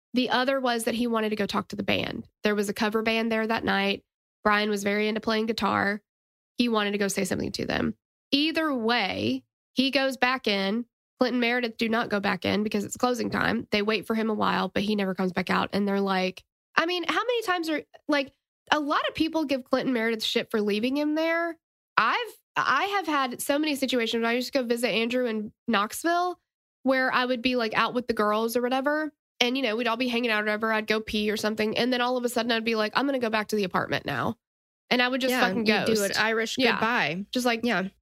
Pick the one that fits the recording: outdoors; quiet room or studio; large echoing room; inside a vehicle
quiet room or studio